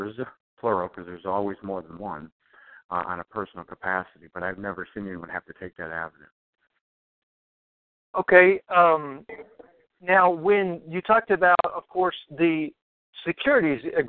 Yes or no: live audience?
no